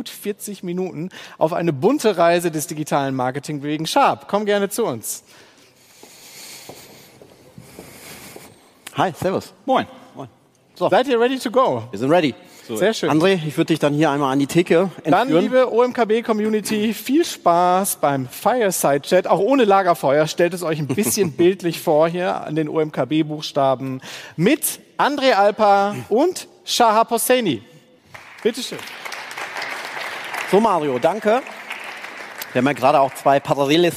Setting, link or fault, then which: setting, busy venue